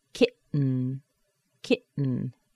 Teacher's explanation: We either hold that T in, or we make a glottal stop by cutting the air off inside of the throat, and then we add an N.